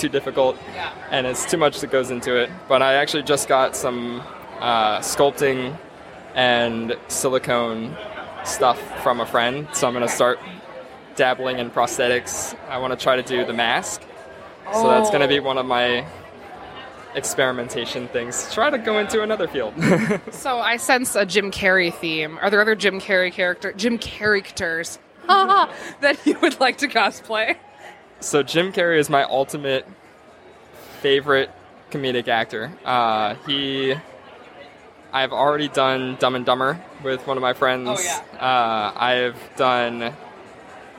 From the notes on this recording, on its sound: Cosplay Confidential – Live at All Star Comicon. Live on the con floor at All Star.